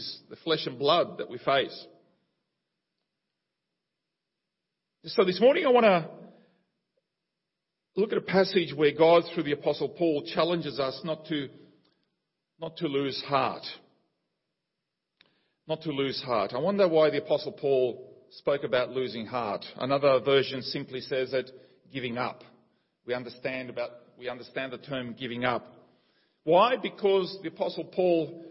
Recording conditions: large echoing room